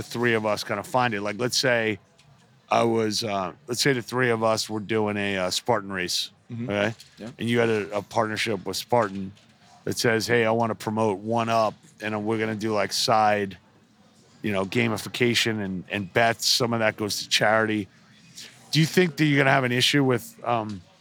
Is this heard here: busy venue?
yes